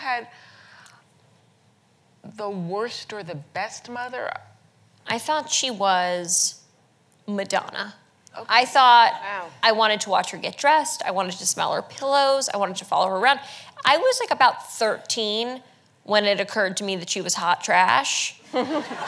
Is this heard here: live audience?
yes